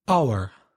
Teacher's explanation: So H-O-U-R, the initial H is silent · Term: silent H